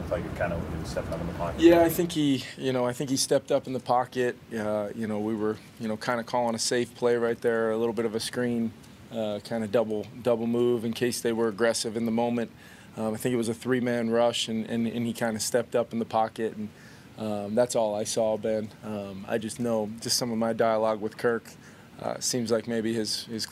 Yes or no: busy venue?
yes